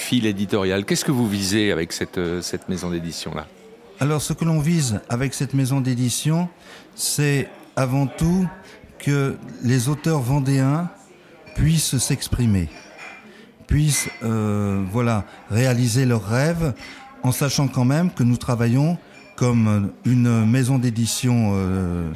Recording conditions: busy venue